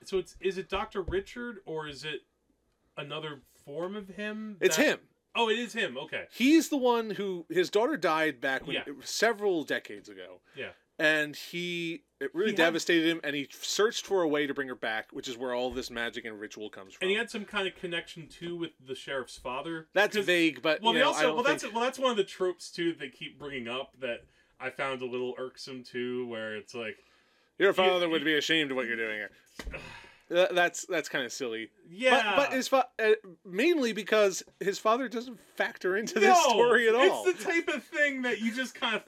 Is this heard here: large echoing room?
no